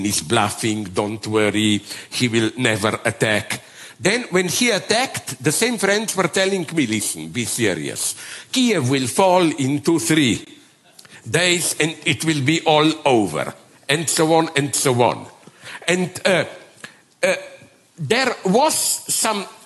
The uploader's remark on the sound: Delivered the largest Slovenian annual foreign policy event, the Bled Strategic Forum (BSF). In a special “Night owl session”.